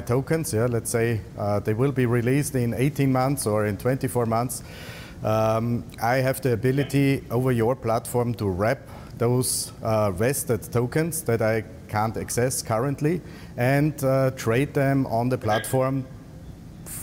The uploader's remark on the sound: joining in live from the marbella IRL Event